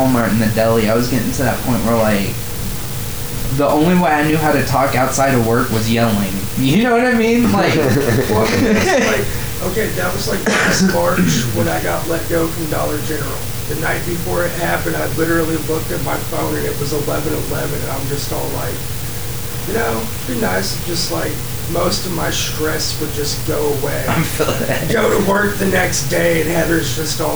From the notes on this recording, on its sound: This cast was very low quality compared to the recently recorded follow up.